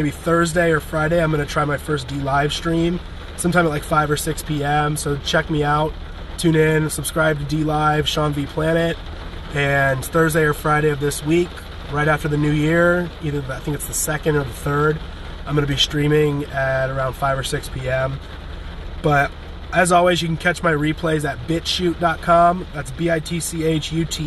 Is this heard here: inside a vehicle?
yes